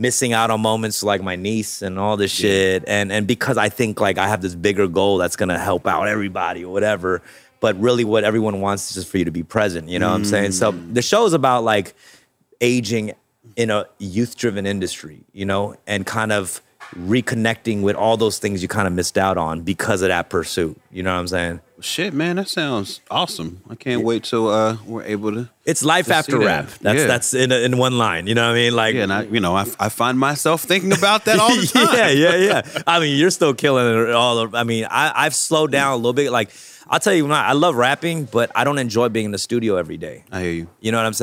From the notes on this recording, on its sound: This episode was recorded live at The Growcery dispensary in LA courtesy of Smarty Plants.